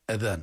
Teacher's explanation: بالواو بس بدون تشديد بدون غنة ما تشديد بس بدون غنة وأذان قراءة صحيحة أذان تخيل لو أطلنا الهمز شوي بصير معنا جمع أذن